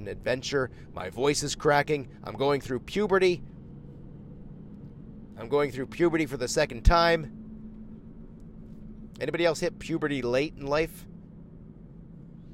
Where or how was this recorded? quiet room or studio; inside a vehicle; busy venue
inside a vehicle